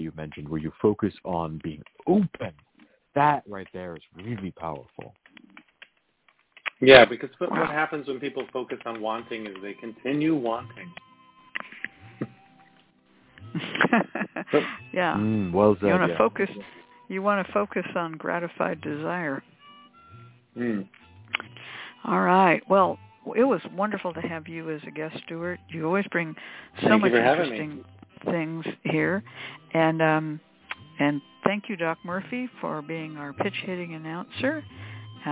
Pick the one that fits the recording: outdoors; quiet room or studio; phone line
phone line